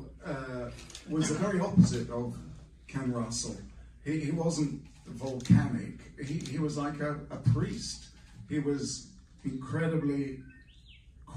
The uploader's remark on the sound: panel recorded at Days of the Dead Chicago on May 14, 2022